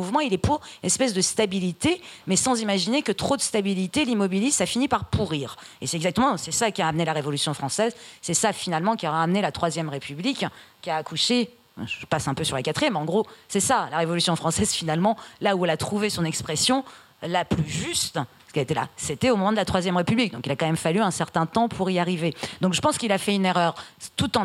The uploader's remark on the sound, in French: Enregistré le 15 février 2020 dans le cadre de la 34ème Fête du Livre de Bron.